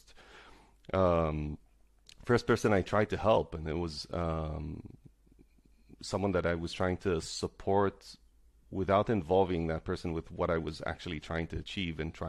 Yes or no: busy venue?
no